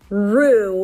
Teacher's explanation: An R sound and then a tense oo.